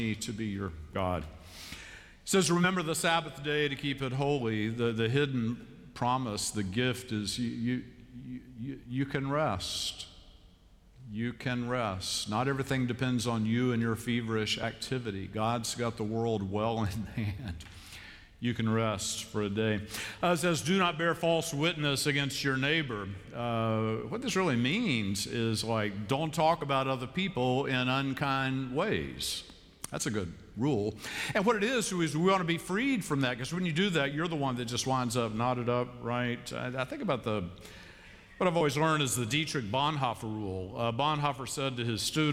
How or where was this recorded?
large echoing room